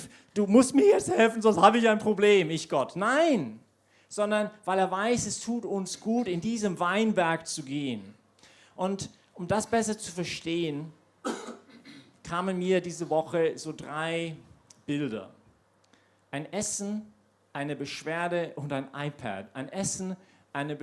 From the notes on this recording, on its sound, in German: Predigt aus der YP Messe